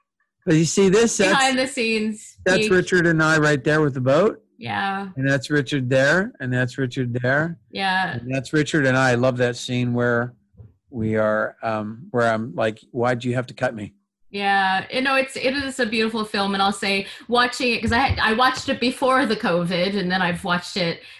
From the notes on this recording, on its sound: This episode was recorded over Zoom, and is noticeably more compressed than our previous remotely recorded episodes. This episode was recorded over Zoom, and is noticeably more compressed than our previous remotely recorded episodes. Although it sounds a bit different, it’s still audible.